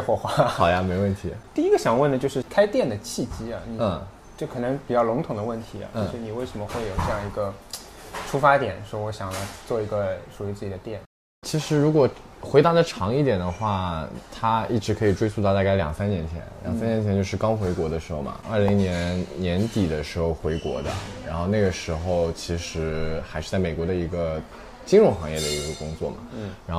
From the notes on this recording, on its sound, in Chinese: 在他新开的Ferm Coffee的一次访谈。FERM Coffee：碧云路420弄30号 （碧云尊邸商业区-威尔士健身房旁）。